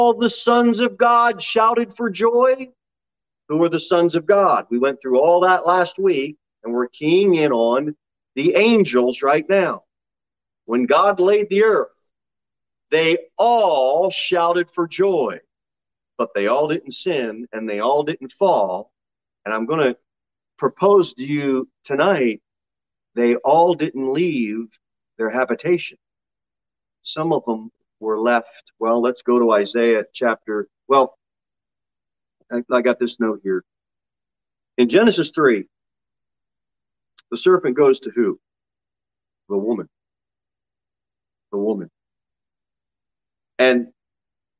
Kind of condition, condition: setting, large echoing room